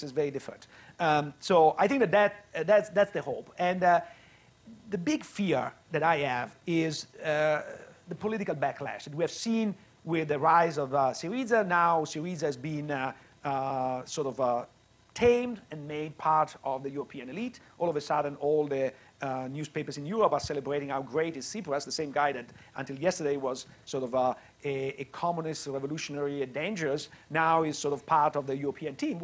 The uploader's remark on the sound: Live at Mason